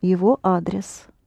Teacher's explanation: Address is the same word, only accented on the first A.